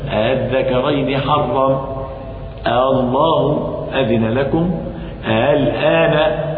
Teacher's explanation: بتسهيل الهمزة الثانية لا يبدلها